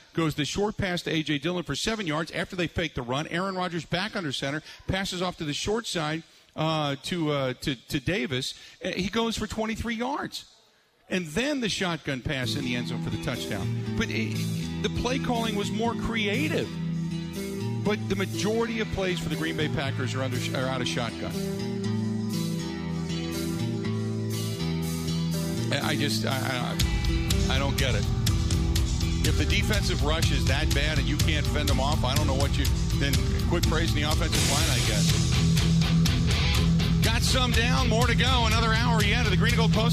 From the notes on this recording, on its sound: takes phone calls